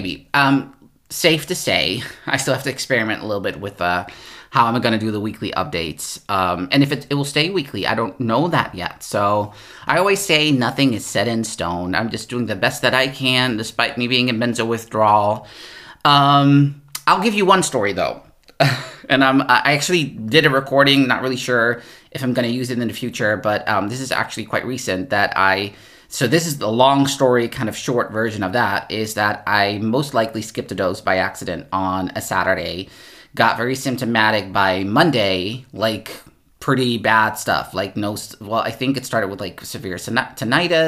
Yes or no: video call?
no